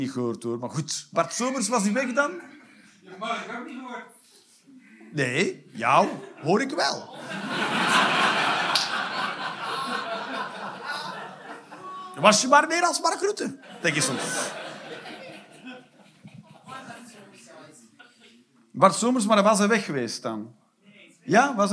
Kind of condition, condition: setting, live audience